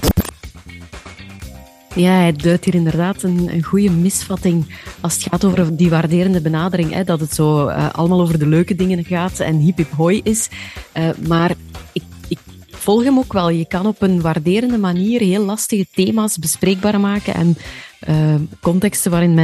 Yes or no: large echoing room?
no